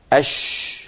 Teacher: يجعلون الشفتين ينضمان إلى الأمام، وكأن في الأمر شيء من صوت الواو